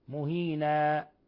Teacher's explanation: إذا وقفنا عليها نقف عليها بالعوض، مد العوض بالألف، مهينا مقدار حركتين فقط.